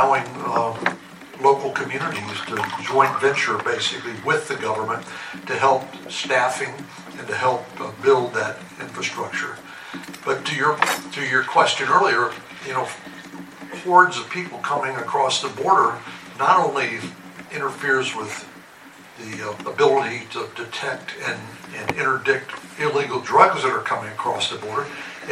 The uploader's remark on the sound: EDINBURG, TEXAS - The RGV Hispanic Chamber of Commerce hosted a luncheon. At the Edinburg Conference At Renaissance.